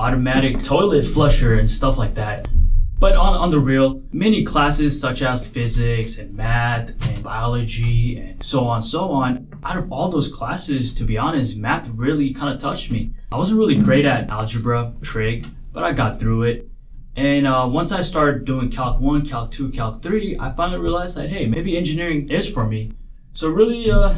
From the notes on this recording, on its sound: The audio gets much better in future episodes!